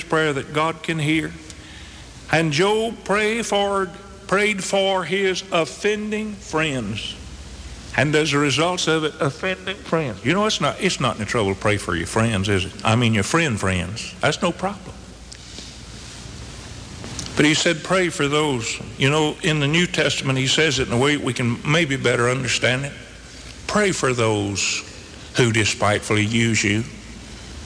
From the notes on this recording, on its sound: This sermon was originally preached on September 11, 1985 at the Northside Baptist Church in Charlotte, NC.